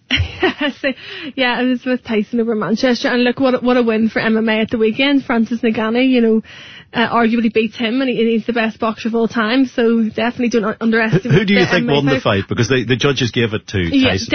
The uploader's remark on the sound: called in to U105 studios